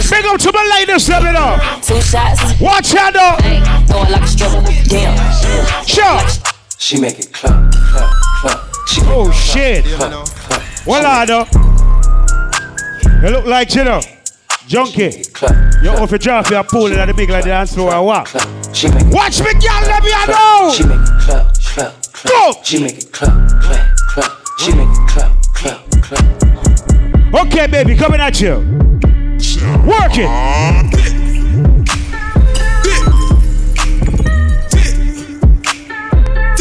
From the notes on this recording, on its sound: POP UP DANCEHALL | LIVE AUDIO 2021.